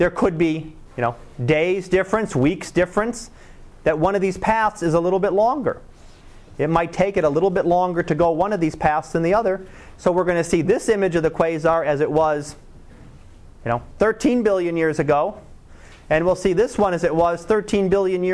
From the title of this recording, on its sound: Live Class Lecture